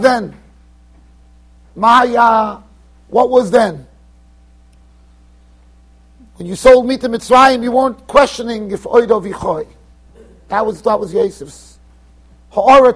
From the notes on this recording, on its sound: Shiur recorded in Yeshivas Ohr Reuven, Monsey NY.